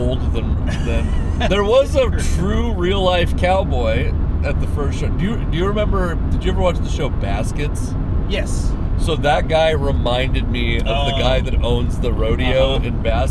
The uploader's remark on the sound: we recorded a podcast on the drive home